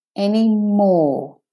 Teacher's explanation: More is stressed, the main stressed syllable.